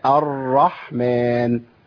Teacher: انا ما عنديش حاجه اسمها تكرير، انا عندي حاجه اسمها ارتعاد اللسان في المخرج، وده بينتج عنه اهتزاز في الصوت، لكن ما بينتجش عنه تكرير. كلمه تكرير دي معناها ان بجيب راءات كثيره.